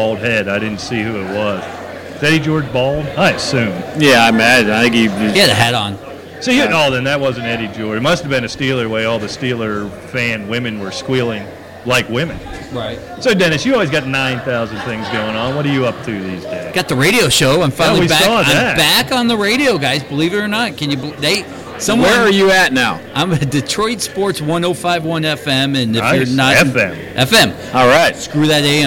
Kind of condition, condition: setting, busy venue